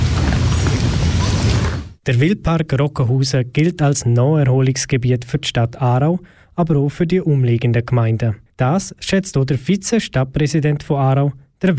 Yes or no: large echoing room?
no